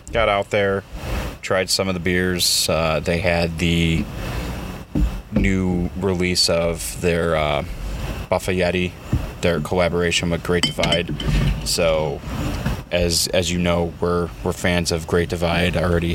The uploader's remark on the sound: Our recording from Community Beer Works new space!